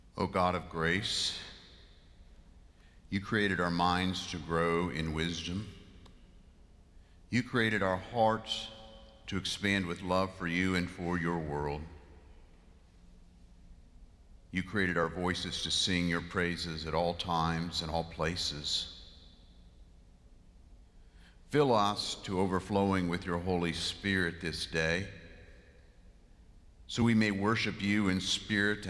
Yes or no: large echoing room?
yes